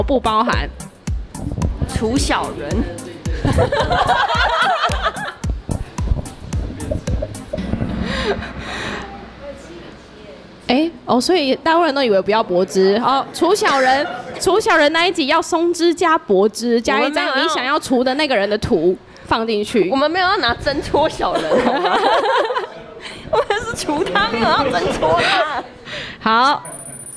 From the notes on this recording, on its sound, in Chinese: 文青100活動現場實況轉播。不過這集的節目有點空間音。這集我們直接邀請參加活動的大家一起錄音。